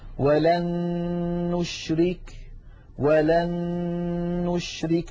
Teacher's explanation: لاحظوا بأن النون الأولى قد صارت مع النون الثانية نونا واحدة مشددة